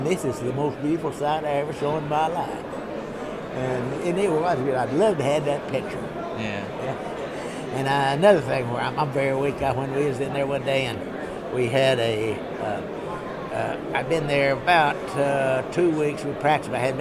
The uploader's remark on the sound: recorded by students from Norwich University College of the Arts at the 61st convention of the 2nd Air Division Assn, Dallas, Texas (17th - 20th October 2008)